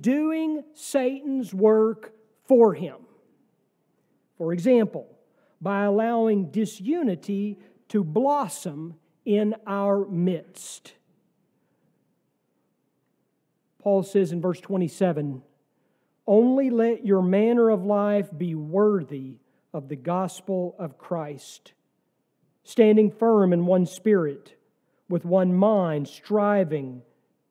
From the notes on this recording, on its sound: sermon from our worship service on November 5, 2023